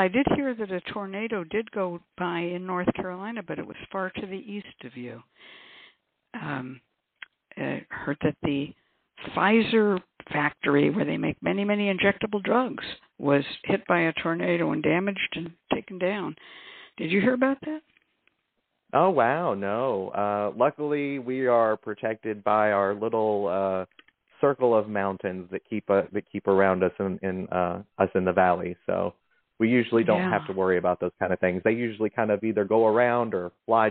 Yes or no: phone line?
yes